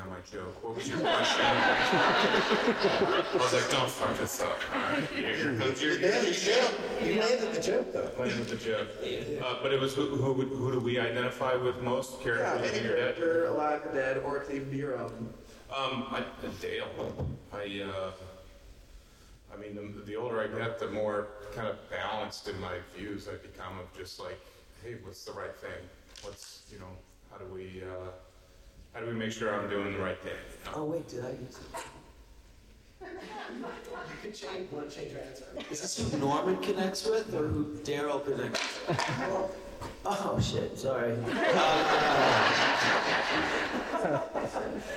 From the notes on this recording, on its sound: This podcast was recorded during San Diego Comic-con 2022 as part of AMC press conference